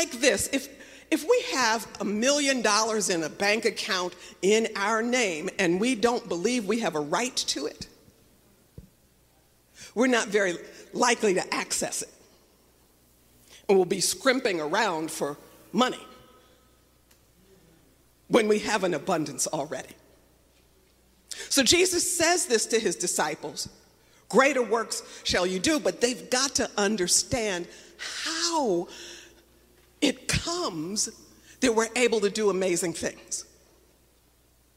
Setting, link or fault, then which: setting, large echoing room